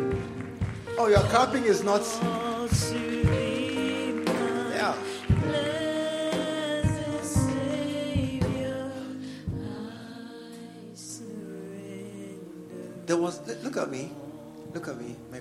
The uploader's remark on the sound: Preached at the True Vine Cathedral, Bantama.